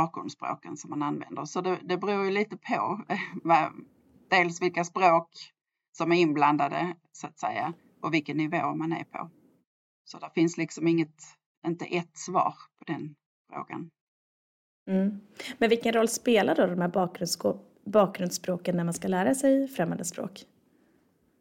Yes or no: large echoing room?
no